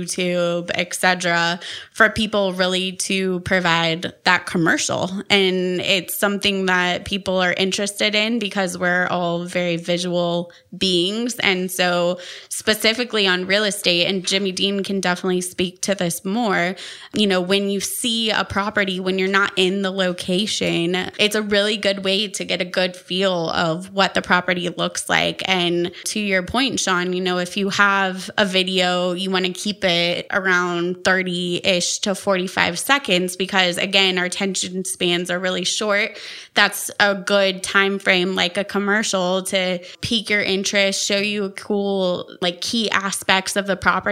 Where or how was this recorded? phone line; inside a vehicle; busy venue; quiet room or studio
quiet room or studio